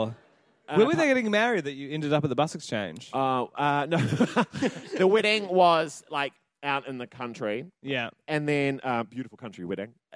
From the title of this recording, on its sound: Live in Christchurch